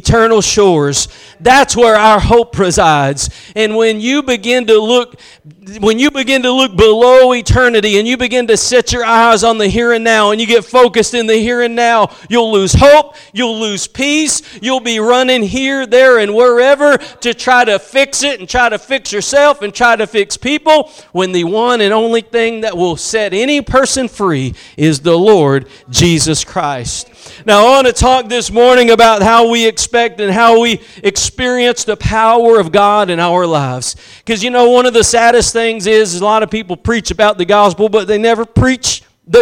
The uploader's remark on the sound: Preached at Gospel Lighthouse in Bossier City, La.